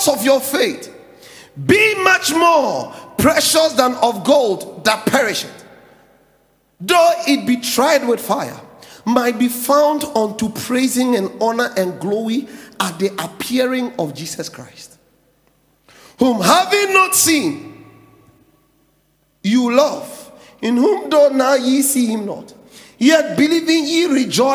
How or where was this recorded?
large echoing room